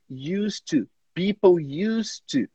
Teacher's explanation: o que a gente faz quando tem as duas ali com o mesmo som? A gente simplesmente conecta elas. Aí você vai falar used to, people used to, tá? · Term: connected speech